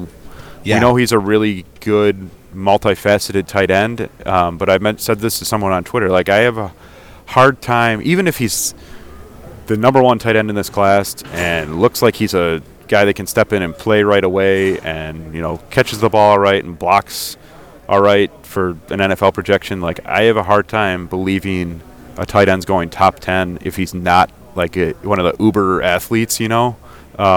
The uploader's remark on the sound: checks in LIVE from the NFL Combine